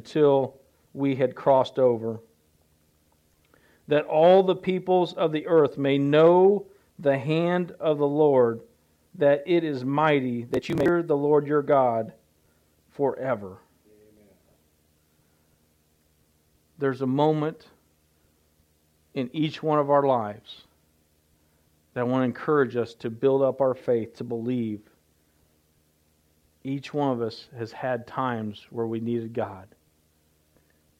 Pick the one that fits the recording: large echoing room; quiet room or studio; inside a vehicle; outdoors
large echoing room